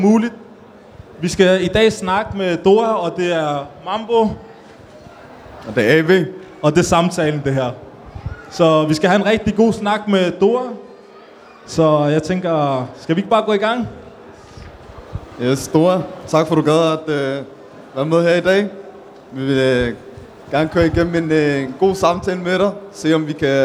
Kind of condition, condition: setting, busy venue